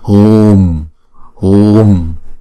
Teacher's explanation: Đọc chữ hu kéo dài hai nhịp trước rồi chúng ta mới đóng chữ U lại bằng một anuswara này.